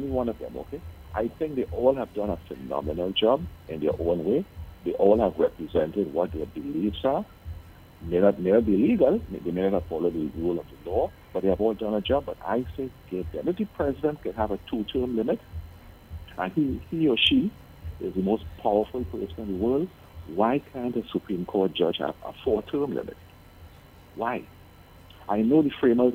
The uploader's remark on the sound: we take more calls from the audience